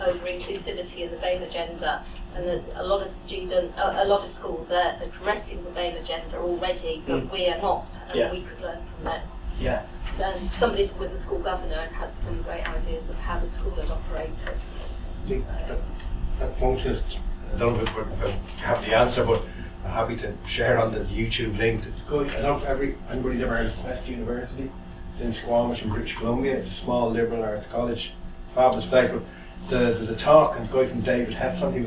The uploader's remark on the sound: Speaks at SRHE Technical, Professional and Vocational Higher Education Network Event - Developing Feedback Literacy: Key Challenges and Future Horizons.